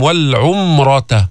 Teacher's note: والعمرة لا تحرك الميم، لا تقلقل الميم، والعمرة فخم الراء المفتوحة